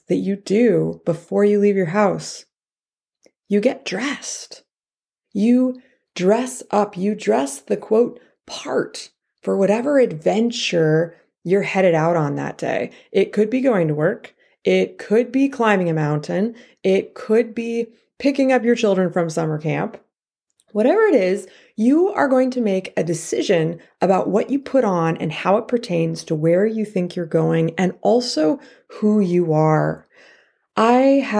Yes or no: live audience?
no